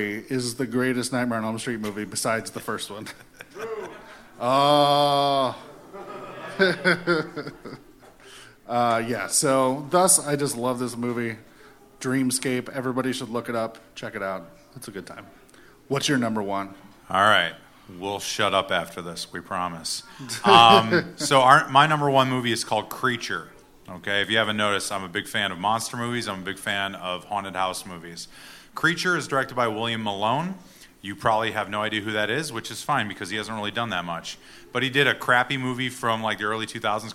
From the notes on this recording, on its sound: Tales Of Terror Live! Sat down in front of a packed crowd.